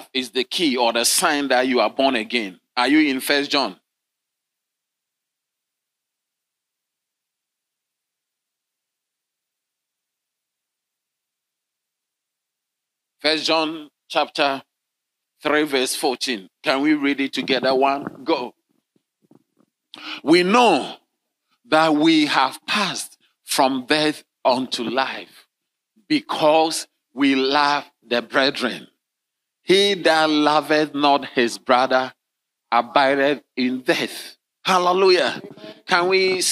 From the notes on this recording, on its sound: Sermon delivered on Sunday, June 25, 2023, at LCI Mega-Church in Cape Town, South Africa.